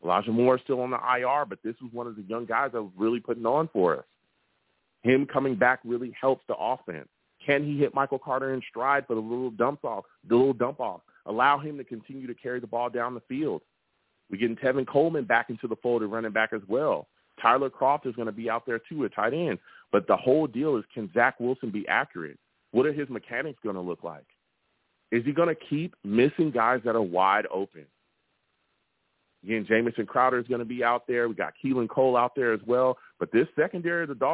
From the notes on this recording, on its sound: I also take live callers!